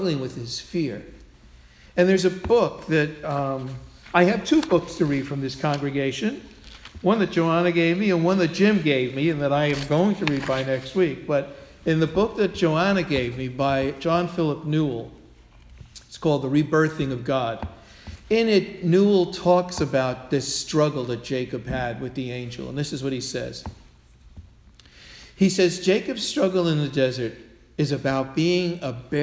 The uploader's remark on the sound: Sermon delivered at All Souls Parish Presbyterian Church on Sunday, October 16, 2016